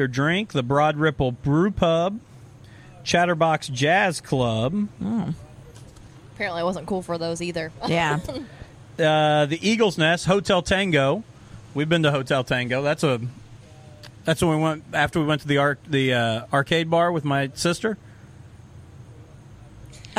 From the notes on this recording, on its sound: podcast from the Vernon Labor Day Arts Festival on Saturday September 1st